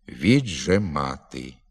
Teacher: Правда, звук «д» тут у швидкому і нормальному темпі мовлення уподібнюється звукові «ж» і вимовляється як «дж». Отже, слід вимовляти і «дж», і «ж». Два звуки на місці правописних «д» і «ж».